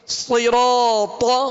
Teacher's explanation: صاد میں سیٹی کی آواز ہوگی، صاد کو پر پڑھیں گے، حرف مستعلیہ میں سے ہے، را پر زبر ہے، را کو پر پڑھیں گے.